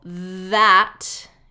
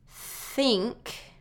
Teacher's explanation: that is a voiced TH at the beginning. That, think, is voiceless at the beginning of the word